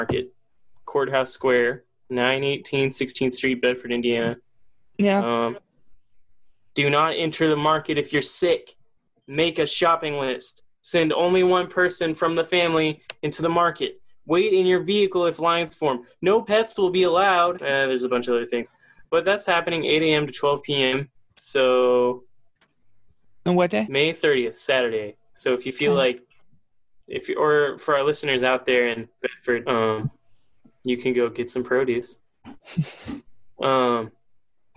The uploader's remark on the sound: ZOOM CONFERENCE